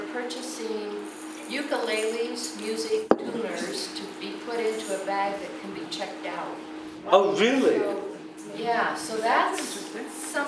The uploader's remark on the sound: This episode was recorded at Prescott Unitarian Universalist Fellowship ( PUUF ).